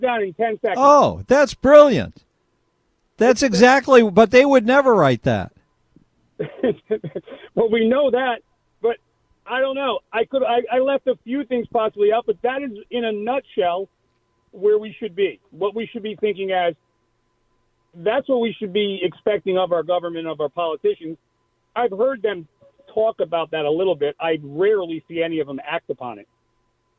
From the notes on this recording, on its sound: We play RANTS and take phone calls.